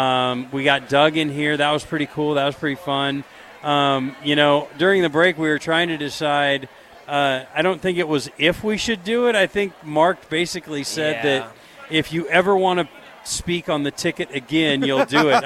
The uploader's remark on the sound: LIVE from Lincoln Airshow